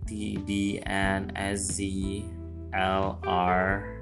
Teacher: all of these are produced by raising the tongue to the alveolar ridge in some way · Term: alveolars